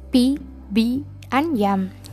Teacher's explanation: Two articulation involved: active articulation and passive articulation. Bilabial, the two lips or the active articulators, the initial sounds in the English word P, B and M.